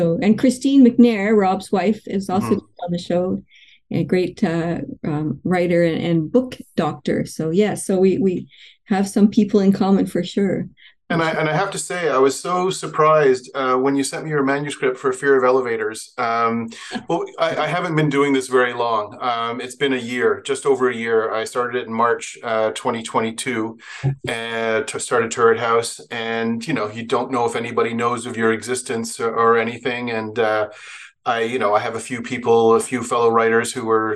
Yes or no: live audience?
no